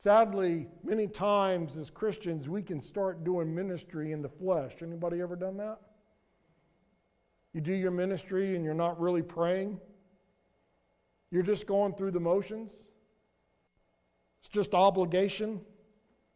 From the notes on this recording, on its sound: Sermon audio from Mission Church in Locust, NC.